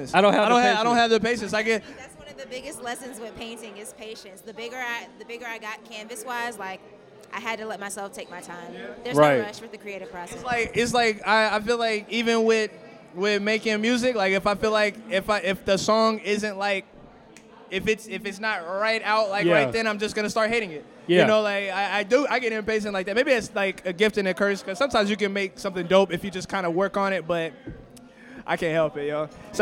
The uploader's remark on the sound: This past week we had the opportunity to be a part of Adventure Time ATL. The indoor festival experience was beyond dope and we just so happened to record our podcast live for nearly 4 hours!